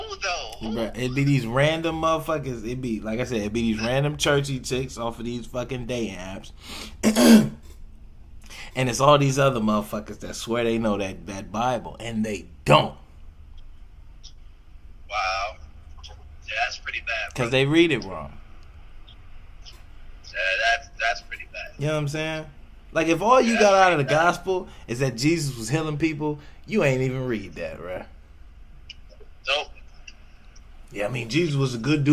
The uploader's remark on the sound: I recorded this from our phone conversation